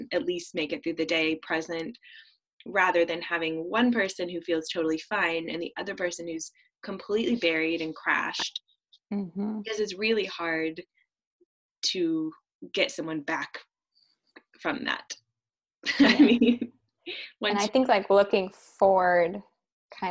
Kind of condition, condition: link, video call